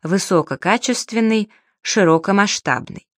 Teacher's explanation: Дополнительное — на втором слоге первой части, основное — на второй части сложного слова · Term: два ударения